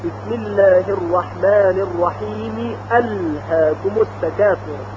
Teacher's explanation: همزه الحاكم هم همزه وصل نیست بلکه همزه قطع، یعنی وقتی الحاكم را به بسم الله وصل میکنی همزه اون حذف نمیشه